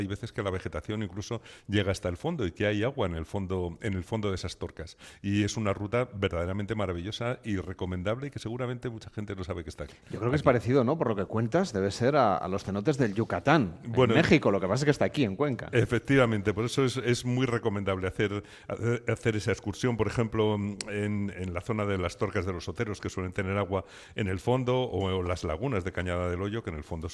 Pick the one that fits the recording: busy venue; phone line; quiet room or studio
busy venue